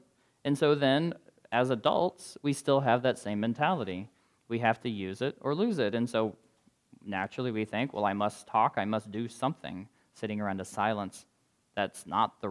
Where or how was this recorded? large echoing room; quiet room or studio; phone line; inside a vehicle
large echoing room